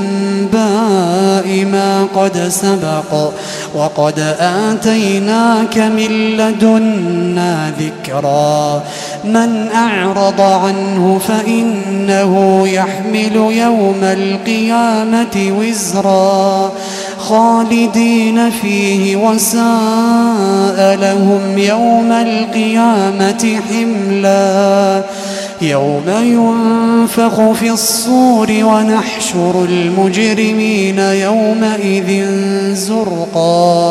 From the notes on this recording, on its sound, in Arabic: تسجيلات من صلاة التراويح لشهر رمضان عام 2016.